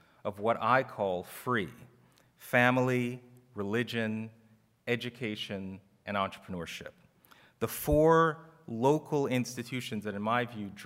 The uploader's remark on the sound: Address at the Miami National Conservatism Conference.